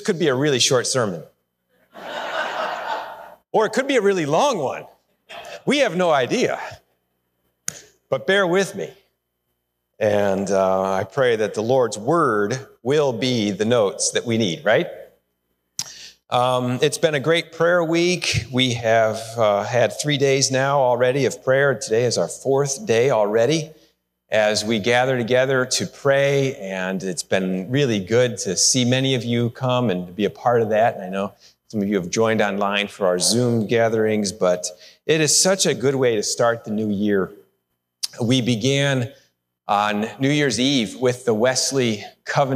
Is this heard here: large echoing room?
yes